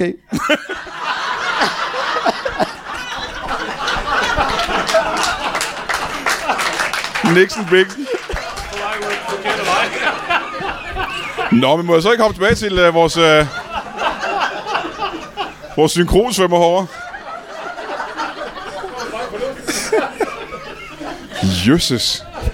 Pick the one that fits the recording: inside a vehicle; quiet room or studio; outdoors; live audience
live audience